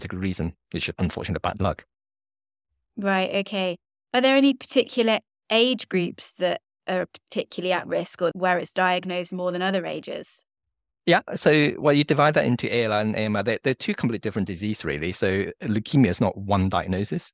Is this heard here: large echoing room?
no